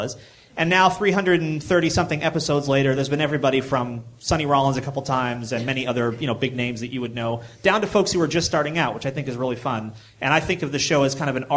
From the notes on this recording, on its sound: I spoke today at the JazzTimes DIY Crash Course in Manhattan. My talk at the JazzTimes DIY Crash Course. This is the audio of my presentation. Thanks to David Lee Joy from All Star Media for providing the audio.